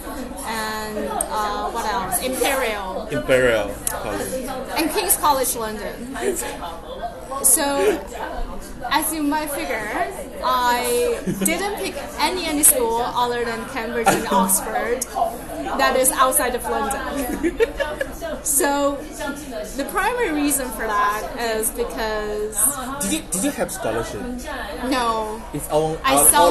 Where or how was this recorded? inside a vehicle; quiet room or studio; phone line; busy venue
busy venue